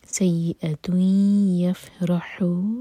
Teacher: یا ادغام غنہ کے ساتھ تو دو سیکنڈس کا ٹائم دیں اور ناک میں آواز دی جا کر پڑھیں